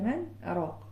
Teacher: وقيل من راق، هنا دي سكتة، هنا عندي نون ساكنة وجاء بعدها راء. هنا طبعا ما بنعملش إدغام ولكن بنعمل فيها سكت